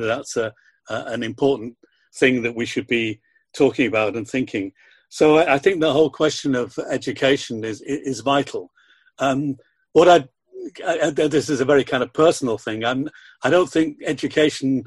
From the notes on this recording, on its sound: We would like to thank our colleagues in the Palestine Solidarity Campaign in England and Wales for granting us permission to use the audio of this webinar which was organised by them.